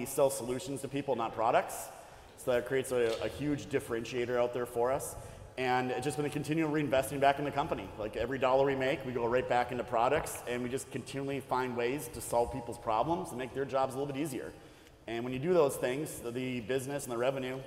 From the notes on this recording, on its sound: Live on location in Houston, TX at second annual Truck N' Hustle FreightFest we bring you a must watch panel.